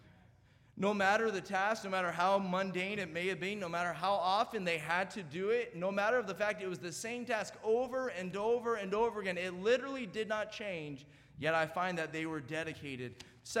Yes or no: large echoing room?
yes